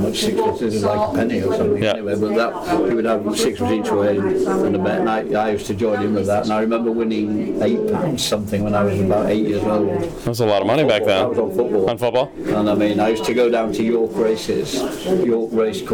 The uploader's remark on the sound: Takes Outside The Glass into a betting shop in Pontefract to put a wager down.